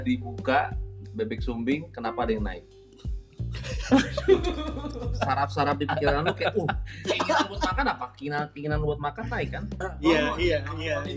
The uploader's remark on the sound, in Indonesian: tapi, selanjutnya juga bakal kita ganti kok kualitas audionya